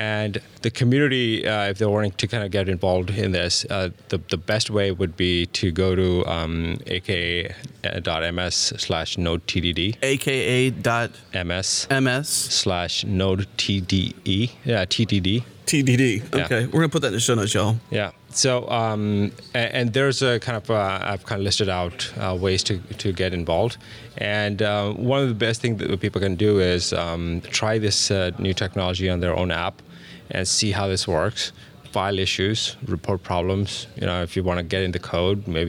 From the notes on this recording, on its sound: recorded at Node Interactive 2016